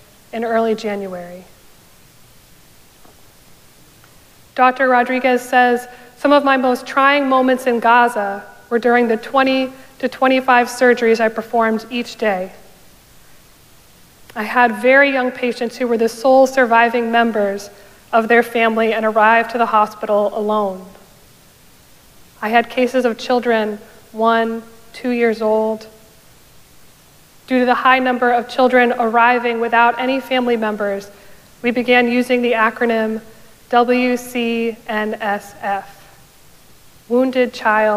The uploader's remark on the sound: Recorded live at Arlington Street Church.